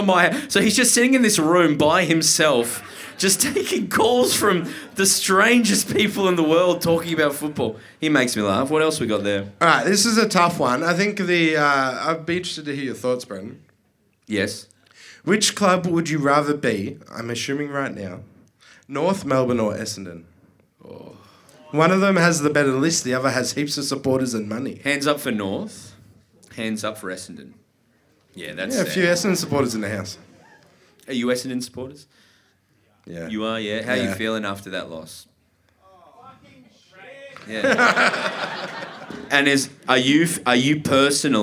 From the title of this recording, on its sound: Live From The Corner Hotel Melbourne